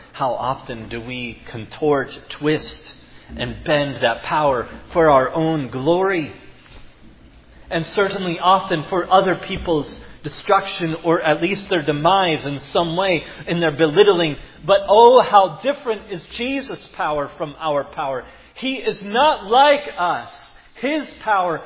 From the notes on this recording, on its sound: preached at Providence Church